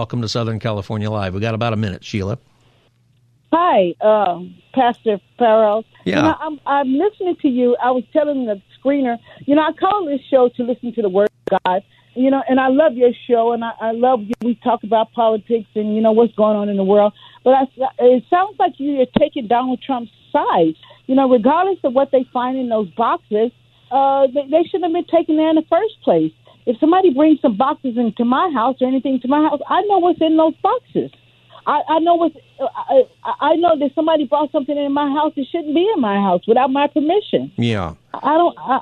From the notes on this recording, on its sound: It is also open phone Friday and we're taking your call on any subject!